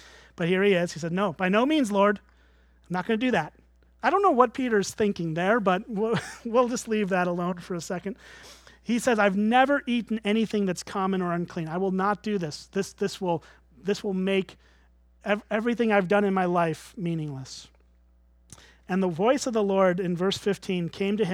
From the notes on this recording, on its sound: at Springbrook Church in Antigo, WI